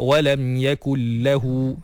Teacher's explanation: Masukkan sahaja nun ke dalam lam tanpa memanjangkan gunnah dia. · Term: idgham bila gunnah